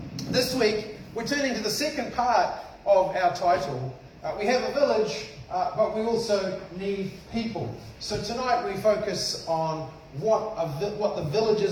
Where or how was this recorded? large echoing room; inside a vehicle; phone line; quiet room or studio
large echoing room